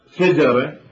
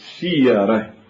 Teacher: الجيم عفوا في شجرة يقلبونها إلى ياء، والشين في شيرة يكسرونها · Shown in: second take · لا يقولون شيرة يقولون شيرة. · Term: قلب الجيم إلى ياء